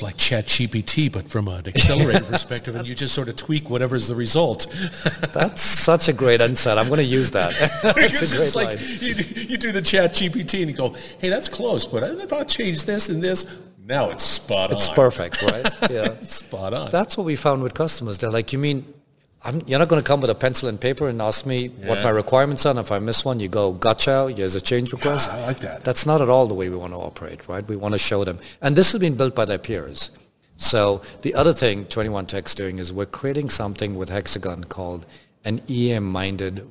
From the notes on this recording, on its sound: Industrial Talk is onsite at Hexagon LIVE